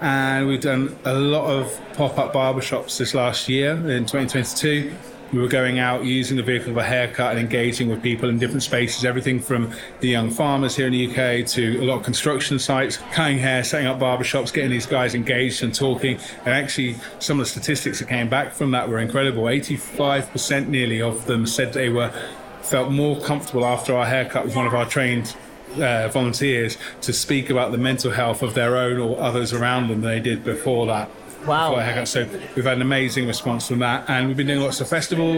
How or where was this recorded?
busy venue